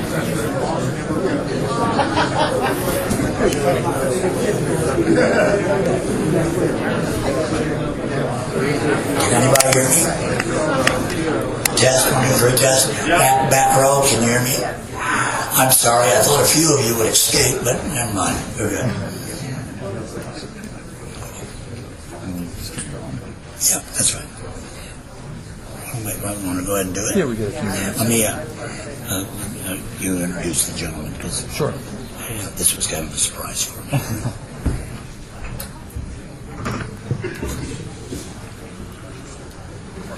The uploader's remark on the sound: The closing keynote at Ohio LinuxFest 2014 on 10/25/14.